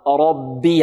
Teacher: الباء الأولى الساكنة هذه من الباء المشددة مرققة